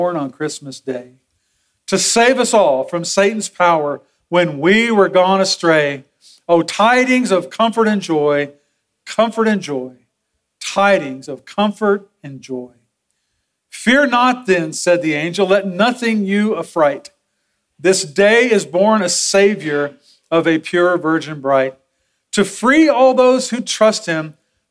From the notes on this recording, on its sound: Sermon audio from Sunday, December 3, 2023.